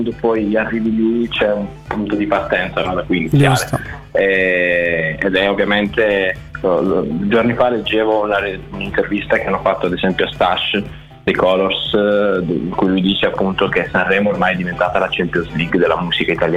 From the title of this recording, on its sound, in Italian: INTERVISTA TELEFONICA